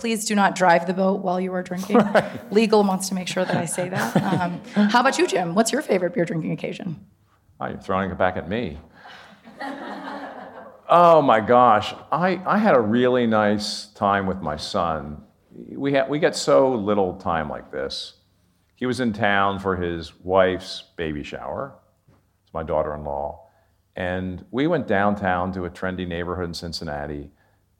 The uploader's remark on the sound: This bonus episode of the CMO Podcast was recorded in front of a live audience at the 2022 Cannes Lions International Festival of Creativity.